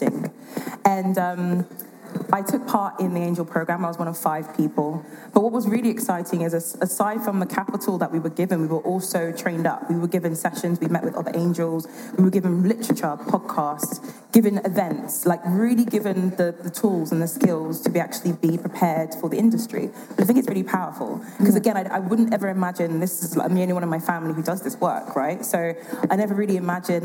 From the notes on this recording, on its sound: This episode was recorded live on stage at the Lead Today Shape Tomorrow Conference organised by Female Founders in June 2022 in Vienna.